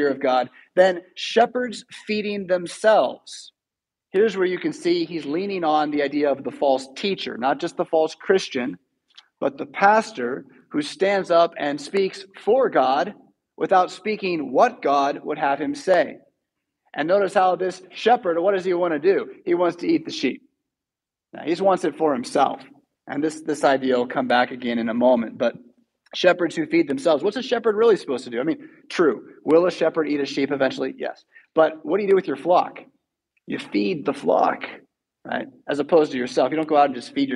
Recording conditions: large echoing room